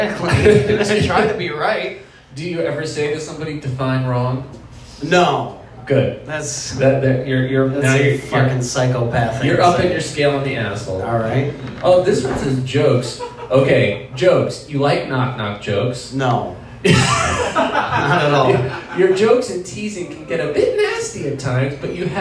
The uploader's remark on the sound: Live at The Waterwheel